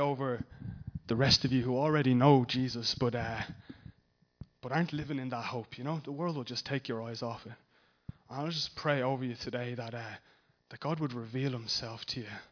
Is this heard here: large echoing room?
yes